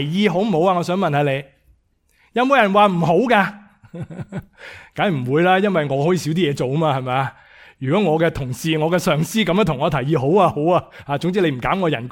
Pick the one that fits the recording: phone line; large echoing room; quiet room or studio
large echoing room